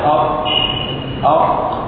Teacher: تجد اقصى اللسان هو الذي استعلى بالقاف